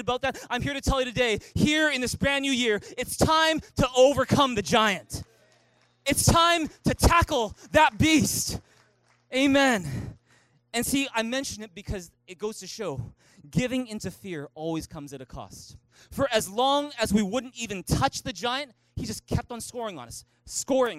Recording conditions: large echoing room